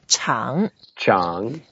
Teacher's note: 厂 is the third tone, so we go down first and up and we make some effort